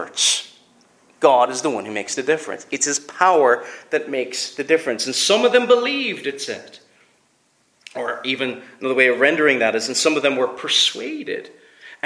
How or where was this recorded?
large echoing room